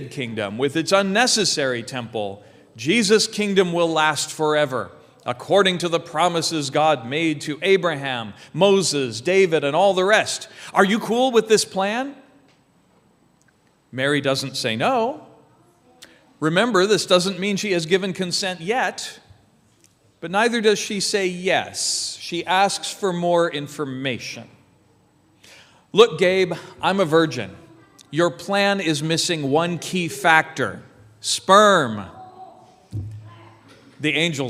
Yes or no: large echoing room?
yes